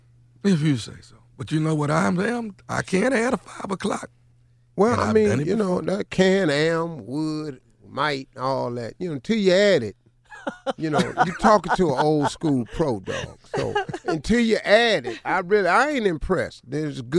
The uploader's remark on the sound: Makes a phone call to get a dress and makes the lady on the other end uncomfortable.